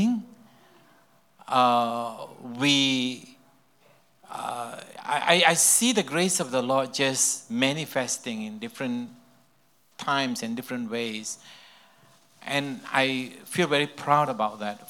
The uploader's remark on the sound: This podcast session was recorded live at Camp Honour.